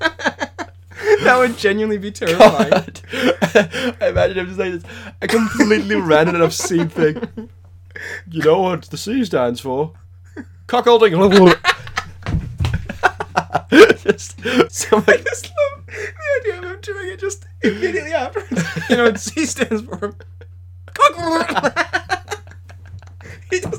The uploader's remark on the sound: Sorry about a little bit of background hum in this one, something must have gone wrong with the mic but hopefully it’s not too distracting!